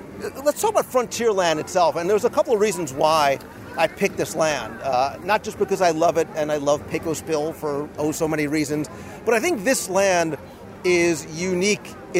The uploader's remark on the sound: Recorded live in the park. Walt Disney World's Magic Kingdom - Frontierland.